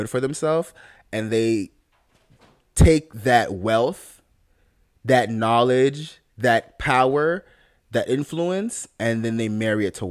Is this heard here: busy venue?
no